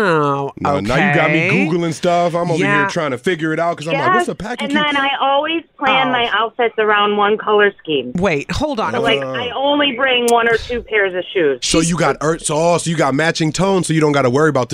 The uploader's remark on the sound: a former … employee called into the show